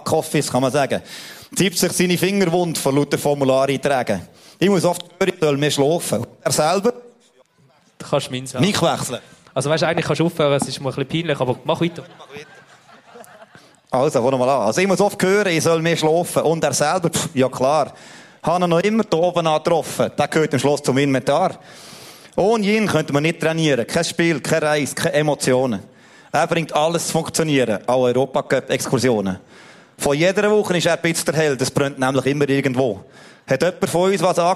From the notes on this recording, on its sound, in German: Live vom Schlossplatz. Die Live-Aufnahme. Sm'Aesch-Fescht auf dem Schlossplatz.